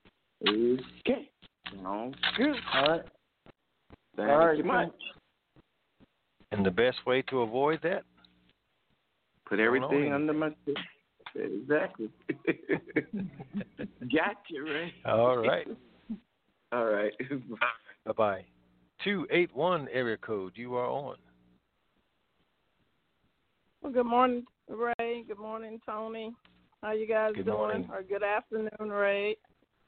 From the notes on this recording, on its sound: TNTSuperfantastic Conference Call.